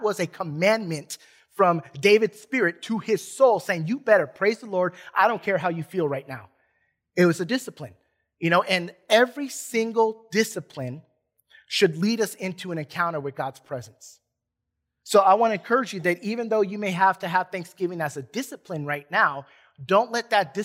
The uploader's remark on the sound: Recorded from South Gate Fellowship in Duncanville, TX on Sunday, June 6 2021.